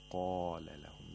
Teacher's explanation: the mouth opens vertically because قاف is a letter of استعلاء which necessitates تفخيم